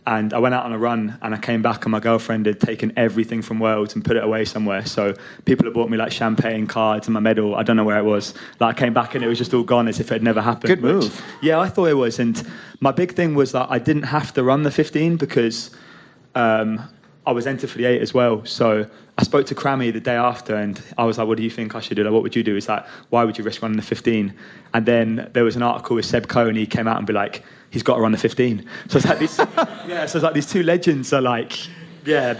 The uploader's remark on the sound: I’m excited to share the recording from my live show in New York City this past Saturday.